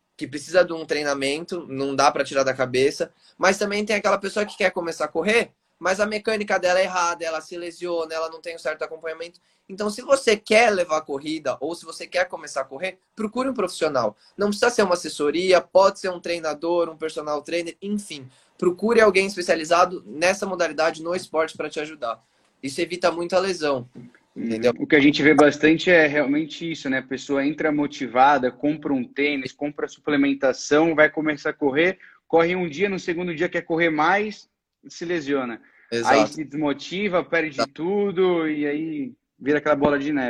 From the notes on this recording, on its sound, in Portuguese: durante uma live em nosso Instagram